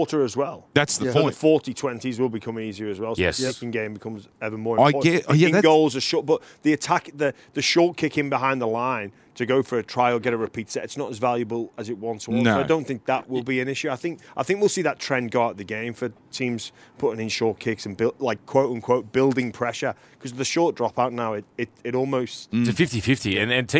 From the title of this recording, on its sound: We Are Live From Allegiant Stadium